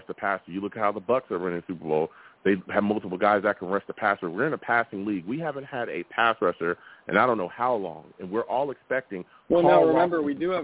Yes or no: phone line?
yes